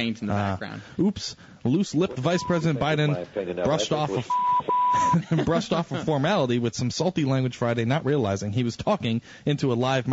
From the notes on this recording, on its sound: Same time, different place. We take phone calls and share sentiments from callers.